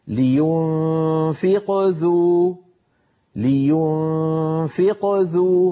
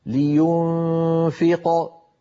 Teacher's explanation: لينفق ذو، هنا القلقلة صغرى، ولو وقفت فقلت لينفق صارت القلقلة كبرى